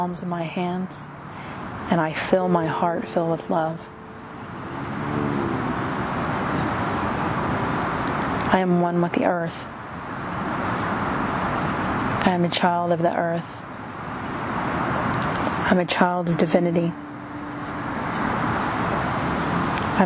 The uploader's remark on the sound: A free guided meditation recorded outdoors.